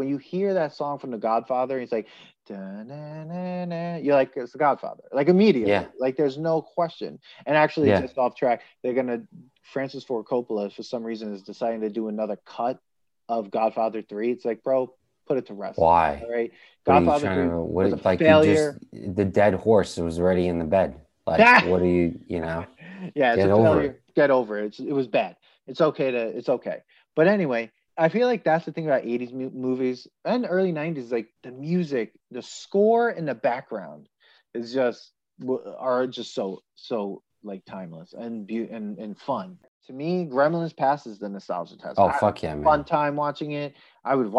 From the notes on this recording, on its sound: We recorded this on November 23rd, 2020, on Zoom so there are some small sound discrepancies